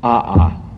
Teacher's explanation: The Hawaiian language is a little difficult for me because it requires a very strong glottal stop, which I'm not used to making.